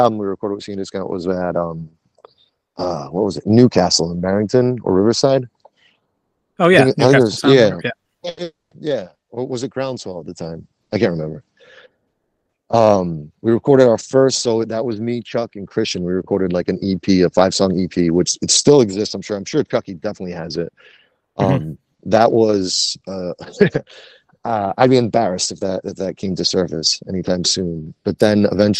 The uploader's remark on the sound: Interview recorded June 1, 2023 via Google Meet.